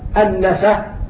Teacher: فالوجه القياسي ننقل حركة الهمزة إلى الساكن قبله، فنقف هكذا النشأ، نقلنا حركة الهمز إلى الساكن قبله.